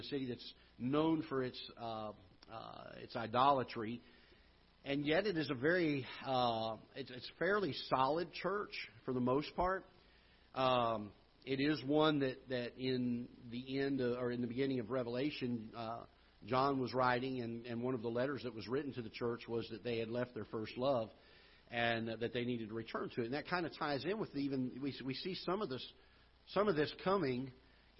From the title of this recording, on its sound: Ketha Heights Baptist Church ~ Live Broadcast